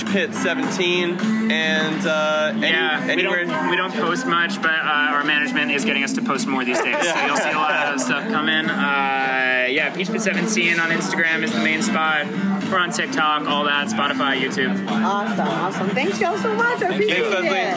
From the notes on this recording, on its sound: reports back from Levitate Music Festival